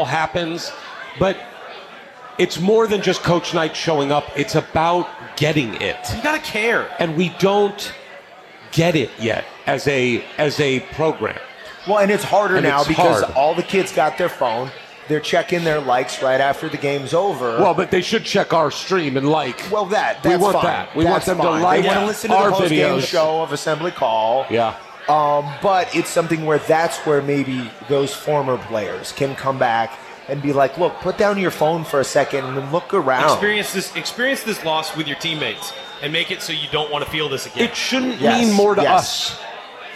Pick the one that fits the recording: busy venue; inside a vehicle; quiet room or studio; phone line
busy venue